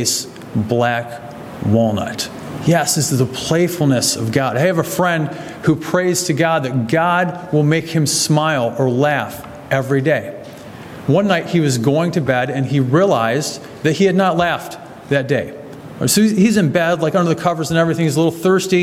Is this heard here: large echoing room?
yes